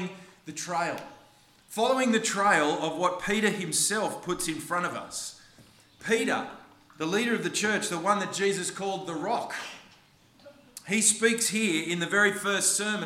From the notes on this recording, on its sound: This sermon was preached on the 9th of April 2023 at all services of Helensburgh and Stanwell Park Anglican Church.